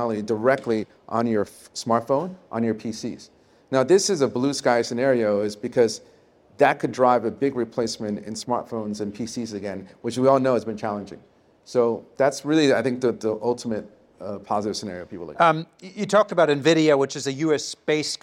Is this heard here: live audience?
yes